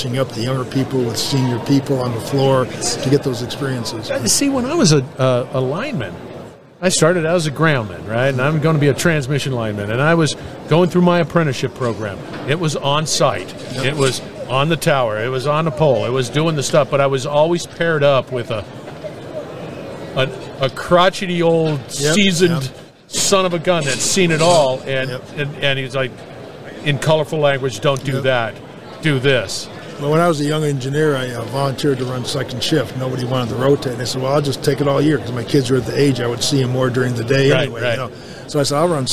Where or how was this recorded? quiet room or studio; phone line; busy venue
busy venue